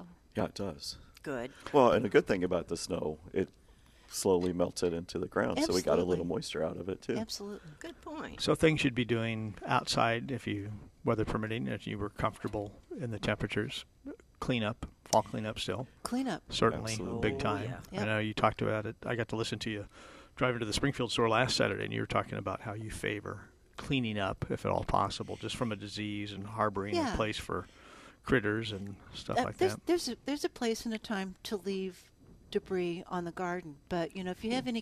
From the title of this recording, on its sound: Live at Prairie Gardens